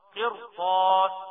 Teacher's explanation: حرف استعلاء بعدها تفخم الراء